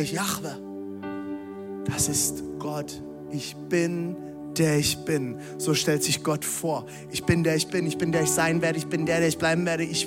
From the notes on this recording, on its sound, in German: Audiomitschnitt der Predigt